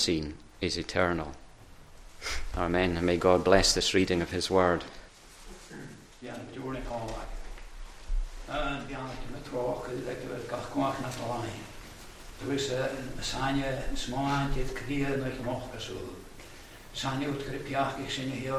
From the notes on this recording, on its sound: Recorded at North Harris Free Church on Sunday evening 9th January 2022.